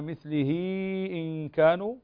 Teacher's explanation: هنا عندنا مد صلة كبرى تمد من 4 إلى 5 حركات، تمد 4 أو 5 حركات.